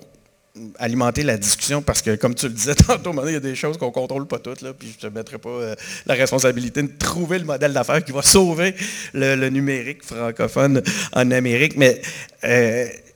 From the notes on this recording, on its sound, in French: Cet épisode spécial des Engagés publics a été enregistré en devant public lors du FestiPod.